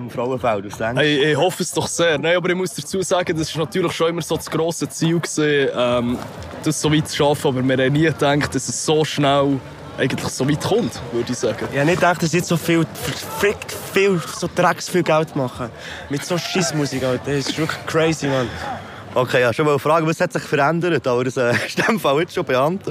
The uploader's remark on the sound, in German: Zusätzlich wurden einige Stimmen aus dem Publikum festgehalten.